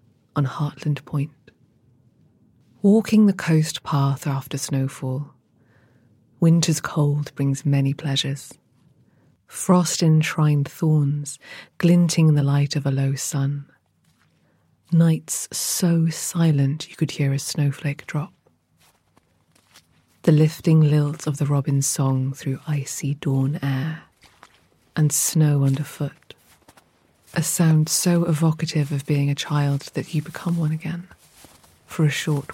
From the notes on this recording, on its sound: The crunch of footsteps on snow on the Devon coast. Walking the coast path around Hartland Point after snowfall.